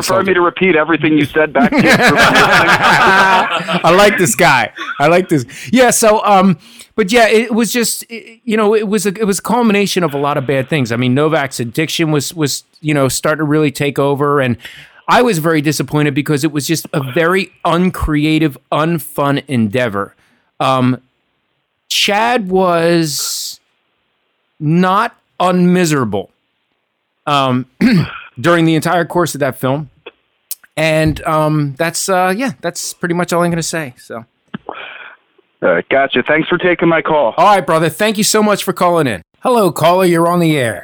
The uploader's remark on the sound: The guys take a whole bunch of phone calls